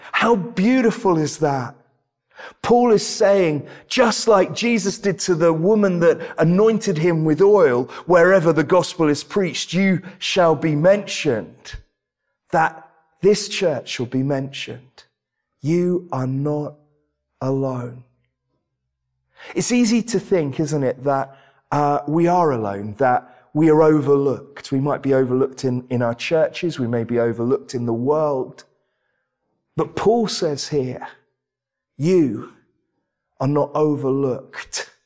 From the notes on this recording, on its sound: This sermon was preached at Welcome Baptist Church